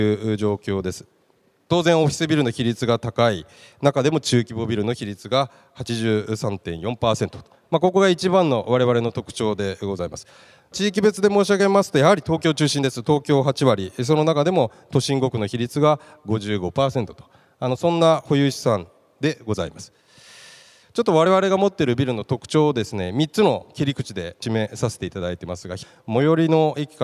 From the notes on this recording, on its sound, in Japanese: 2月24日に東京証券取引所で開催した「J-REITファン2018」に登壇した「ケネディクス･オフィス投資法人」のIRセミナーをダイジェスト版でお送りします。